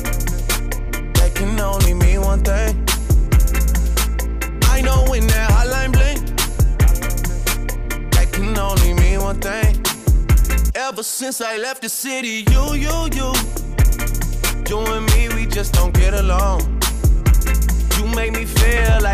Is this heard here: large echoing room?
no